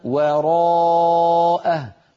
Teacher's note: الواو هنا مرققة جاورت الراء المفخمة فيخشى عليها أن تخرج وراء، واو مفخمة والعرب لا تفخم الواو أبدا.